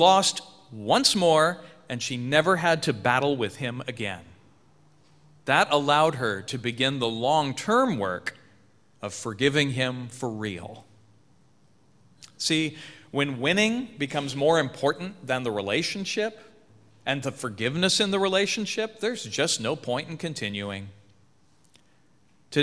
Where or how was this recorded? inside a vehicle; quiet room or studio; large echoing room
large echoing room